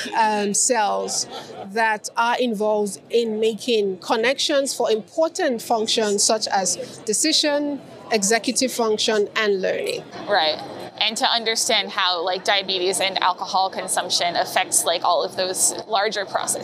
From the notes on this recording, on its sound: I attended the Society for Neuroscience conference in Washington, DC and interviewed neuroscientists from across the world about their research.